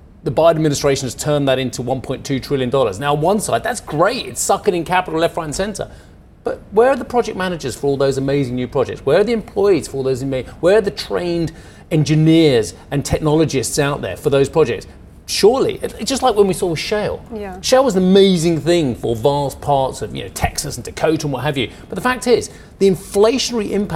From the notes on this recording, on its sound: we are live at the IAA in Munich